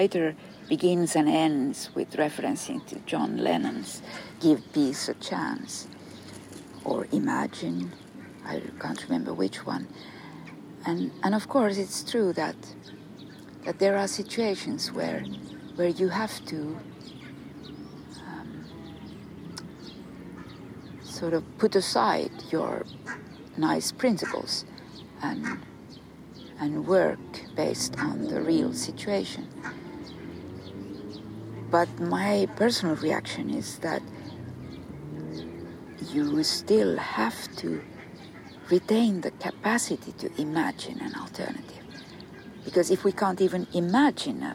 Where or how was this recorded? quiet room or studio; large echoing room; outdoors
outdoors